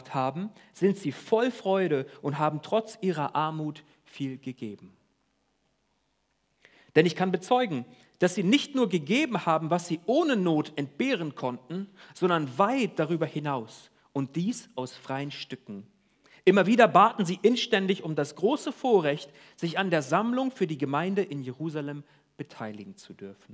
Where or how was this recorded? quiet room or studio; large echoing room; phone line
large echoing room